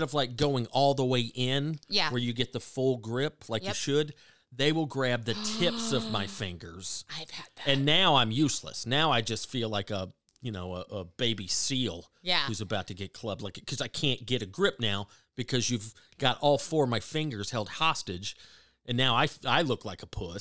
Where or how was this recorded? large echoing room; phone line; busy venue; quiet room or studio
quiet room or studio